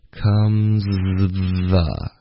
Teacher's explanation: 所以你要发一个 z 的音，然后舌头同时发 z 的时候开始往前滑，直到你的舌尖碰到你的上齿，然后就可以接着发 the 。所以是 comesthe。the，所以要练习这个 z，然后舌头往